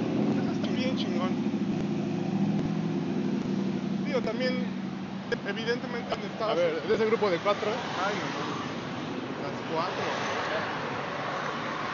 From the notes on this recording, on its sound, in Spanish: Desde el Strip de Las Vegas. Ahora vamos a la vez cuando estuvimos en Las Vegas.